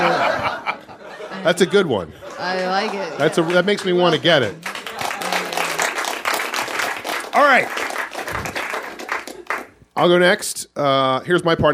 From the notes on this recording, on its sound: Perform live at the late, lamented Improv Lab- back when live shows were still gonna be a regular thing.